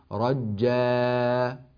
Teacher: أطلق صوت الألف منطلقا زاده على زمنه الطبيعي